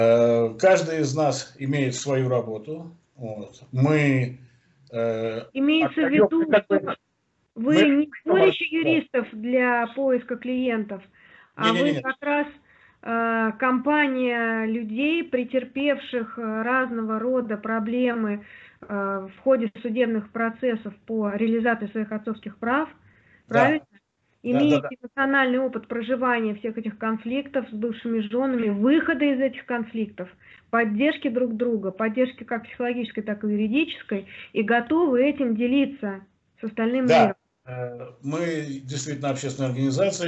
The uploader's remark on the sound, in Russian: Первая запись нашего телемоста Москвы и Минска